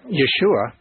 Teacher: For one thing, Yeshua has an SH sound in it, and the Greek language doesn't. There's no SH in the Greek language.